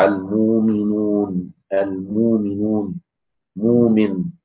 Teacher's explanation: أبدلت إيه؟ واو، لأن همزة ساكنة قبلها ضم